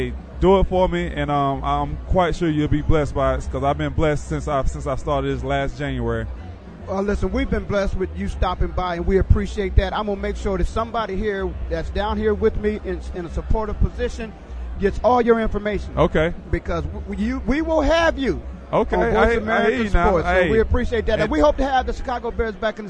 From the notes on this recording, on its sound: Super bowl 43 Player Network Event (PNE) Live from University of South Florida. Tampa Bay, Florida Super bowl 43 Player Network Event (PNE) Live from University of South Florida.